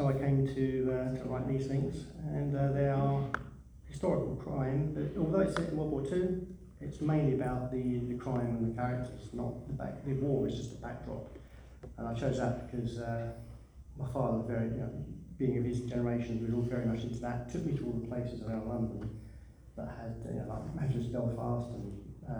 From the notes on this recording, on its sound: Recorded at the Darkside of Brighton Book Festival held at The Old Ship Hotel in Brighton, on 28th October 2023.